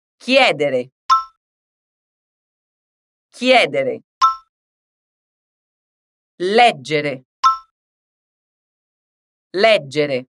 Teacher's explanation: Enquanto em chiedere e leggere, que é outro exemplo do verbo que eu dei acima, a vogal mais forte tem um som de E, agudo mesmo